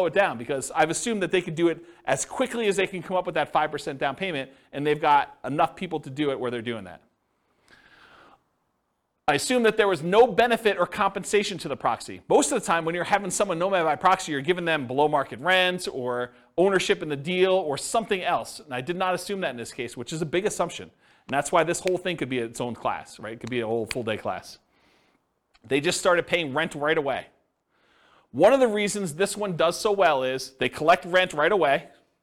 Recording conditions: live audience